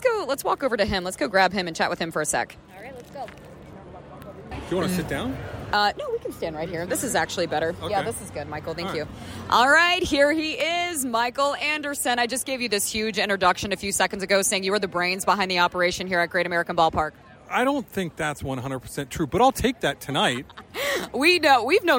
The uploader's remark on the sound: Live from GABP! We thought it would be fun to record a podcast episode at GABP Wednesday night (6/22)! We talked to tons of amazing people.